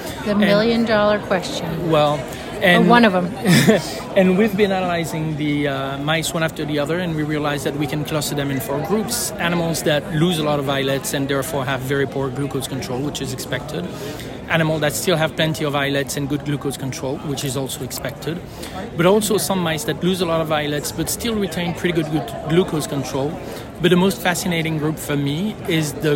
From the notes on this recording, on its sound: recorded during the ADA 2023 Conference